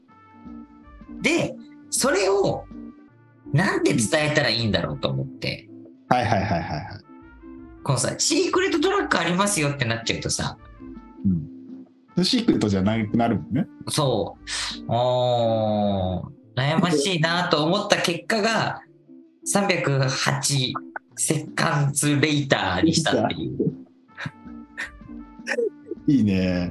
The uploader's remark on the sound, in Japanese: リモート収録した雑談回